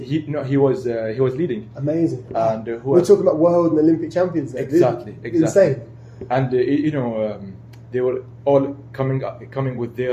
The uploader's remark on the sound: Unfortunately, there's a bit of an echo, the room we recorded in obviously wasnt great!